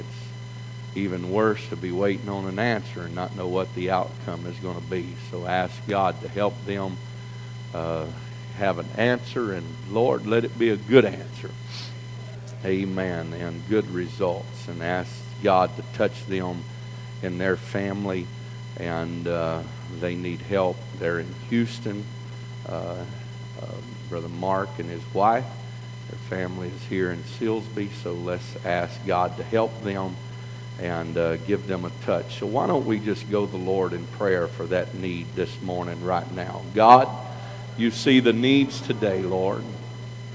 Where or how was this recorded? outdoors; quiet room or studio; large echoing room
large echoing room